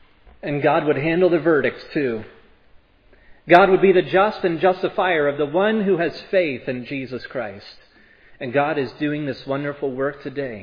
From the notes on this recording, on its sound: preached at Providence Church on Sunday, April 17, 2022